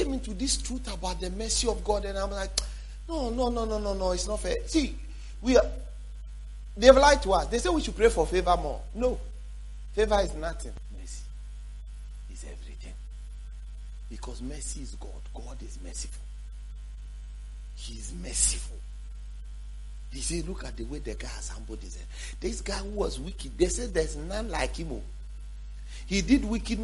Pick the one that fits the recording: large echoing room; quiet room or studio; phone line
large echoing room